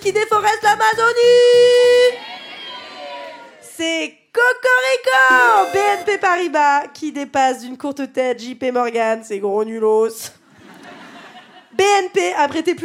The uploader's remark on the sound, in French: Captation réalisée au Cabaret Sauvage.